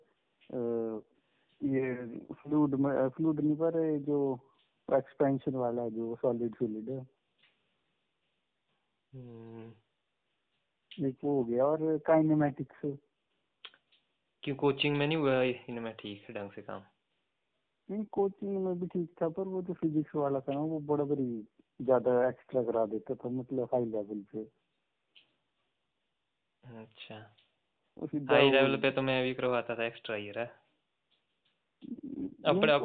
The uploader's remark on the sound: A phone call talk